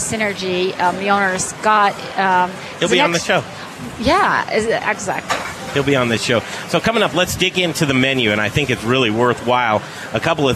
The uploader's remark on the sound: We're doing our show live from inside the kitchen at the hottest new restaurant in Denver